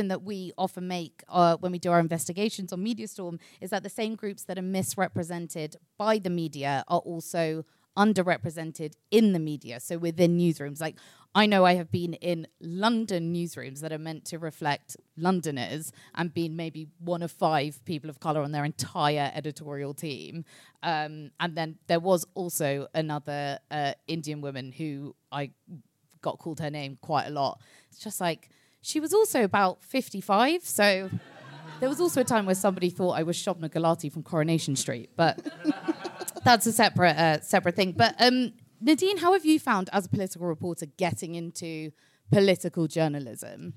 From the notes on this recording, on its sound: Coming to you from the London Podcast Festival: The Guilty Feminist presents Media Storm’s debut show, live from King’s Place! King’s Place, London.